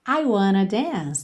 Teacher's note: No connected speech, I want a dance. Pode soar: I wanna dance.